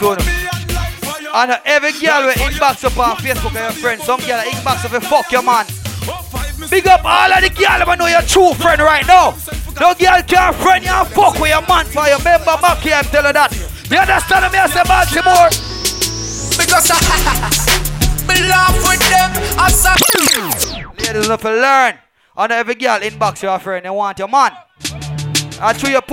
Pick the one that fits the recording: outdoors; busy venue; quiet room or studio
busy venue